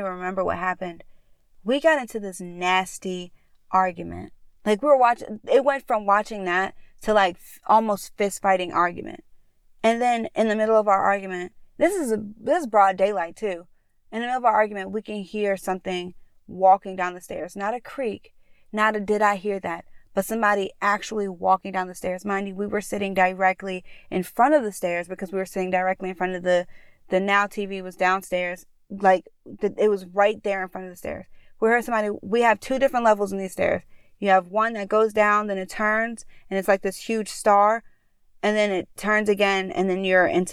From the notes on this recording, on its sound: Join us as we once again sit in our car at the park and tell you some of the most bone chilling experience we've ever had.